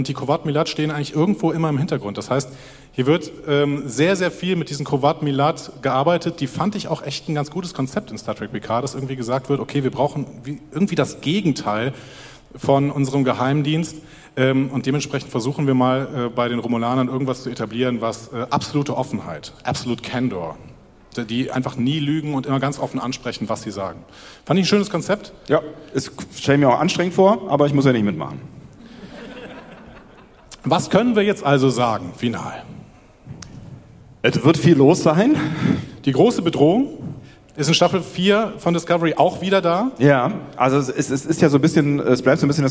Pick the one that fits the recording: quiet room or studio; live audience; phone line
live audience